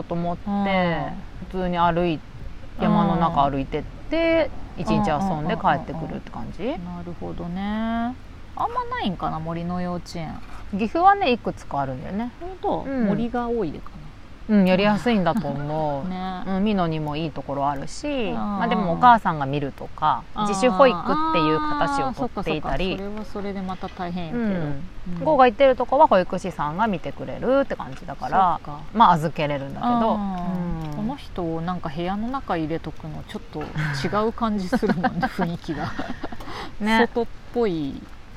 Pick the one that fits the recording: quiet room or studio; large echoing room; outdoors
outdoors